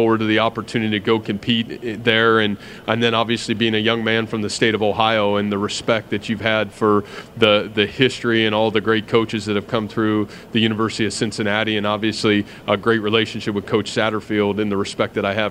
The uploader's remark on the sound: Press conference at Big 12 Football Media Days.